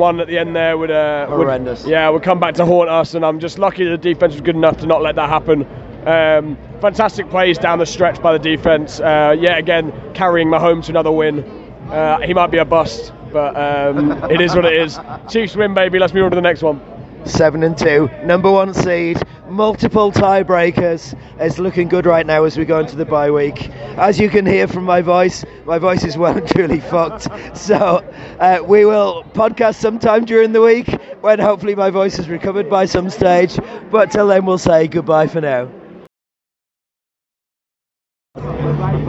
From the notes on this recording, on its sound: The Frankfurt Experience Live. Record live from Frankfurt to take you through a real time roller coaster of emotion from pregame to the final whistle.